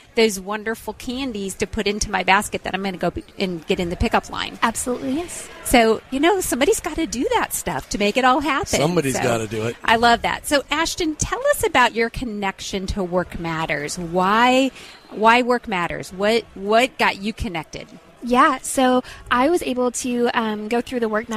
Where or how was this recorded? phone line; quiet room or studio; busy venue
busy venue